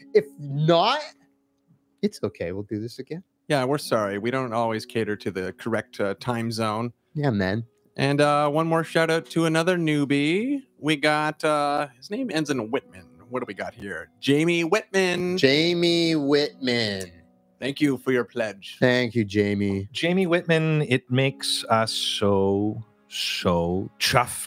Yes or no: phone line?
no